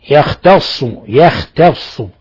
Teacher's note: ترقيق التاء وتفخيم الصاد، لأن التاء حرف مرقق والصاد حرف مفخم